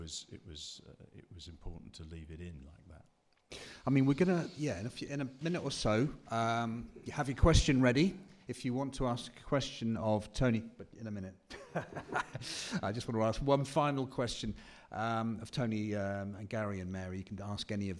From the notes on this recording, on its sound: talks to a live audience